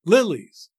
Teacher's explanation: There is a stress on the first syllable, lil, which makes the first foot a troche, tumta, lilies.